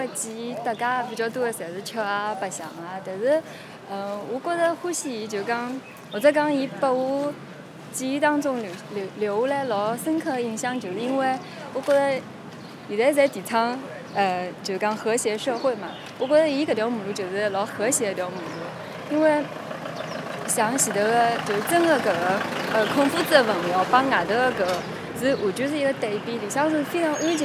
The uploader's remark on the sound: This track was recorded in the Wenmiao area of Shanghai. The stories are recorded in the location where they occurred not only to help the storytellers recall their memories, but also to provide a complementary backdrop for their not so distant past.